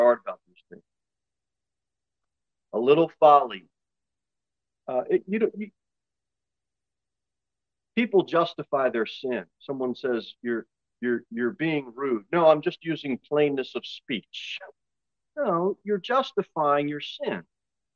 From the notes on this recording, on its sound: Sermon delivered at Pilgrim Baptist Church on Sunday, February 19, 2023, at 6:15 pm. Jere Whitson Rd.